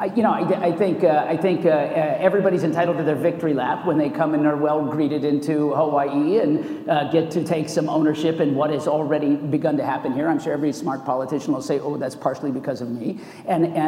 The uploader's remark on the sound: The best of live interviews from GreenBiz events.